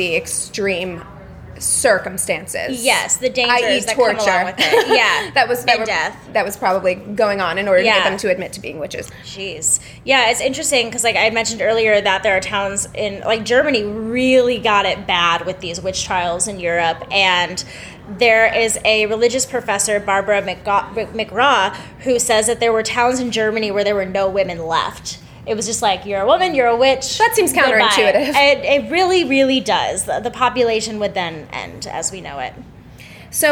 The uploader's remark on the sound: LIVE at Flowers Magic Meditation